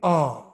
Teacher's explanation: when I'm pronouncing ah, my tongue is not touching any part of the mouth. Or any part of the mouth is not touching any other part.